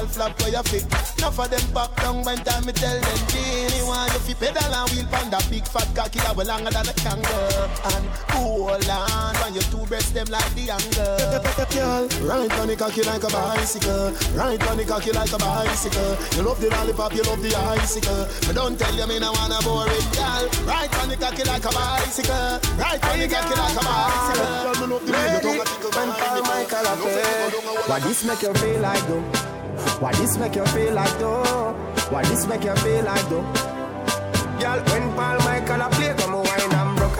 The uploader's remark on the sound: LIVE AT ISLAND SATURDAYS ON AUGUST 19TH